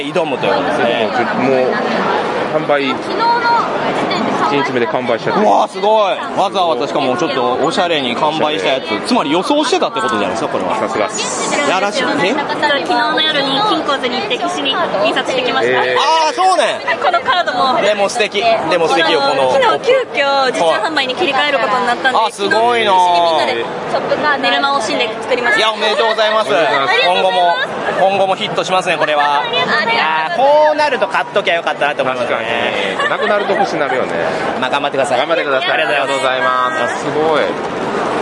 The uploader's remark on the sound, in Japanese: ゲームマーケット2023秋！会場インタビュースペシャル。今回は毎度のゲムマ会場収録より少なめの20音源。会場収録のため、騒音雑音が激しく入っております。